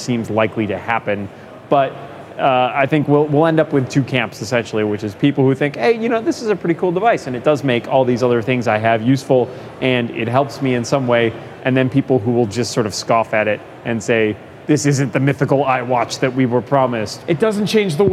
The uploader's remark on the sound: Live from Macworld/iWorld